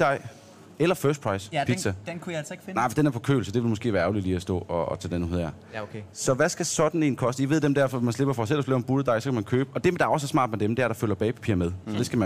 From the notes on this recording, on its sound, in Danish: Live fra Meny Rødovre. Tilbuds-tourbussen har nået næste stop, som er Meny Rødovre.